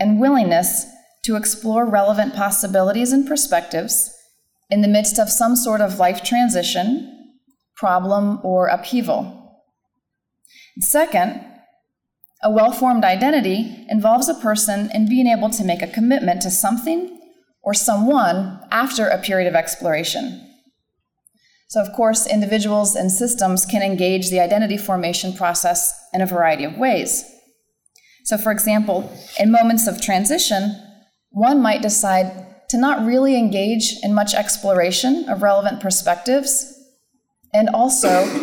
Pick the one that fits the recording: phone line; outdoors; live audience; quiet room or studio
live audience